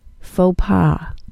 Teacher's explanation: The vowel sound in the second word is a short O, and the S is silent. Faux pas. Number 6.